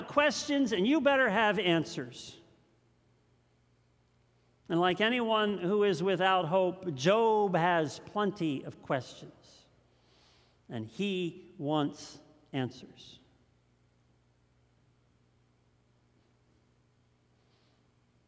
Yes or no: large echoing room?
yes